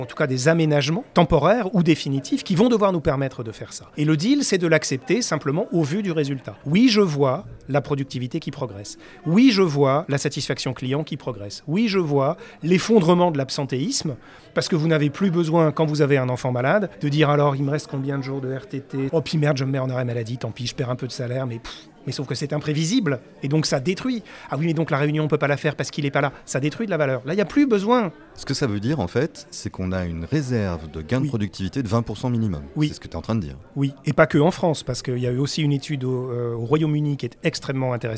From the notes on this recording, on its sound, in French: Restaurant BON à Paris dans le 16ème arrondissement de nous avoir accueilli pour cet enregistrement. Nous remercions le restaurant BON à Paris dans le 16ème arrondissement de nous avoir accueilli pour cet enregistrement.